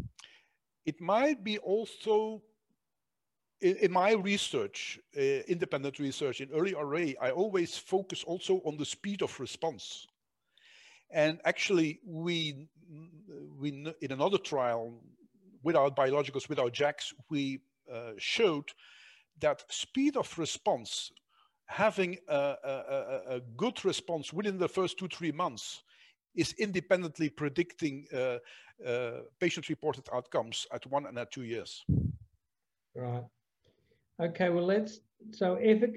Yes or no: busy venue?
no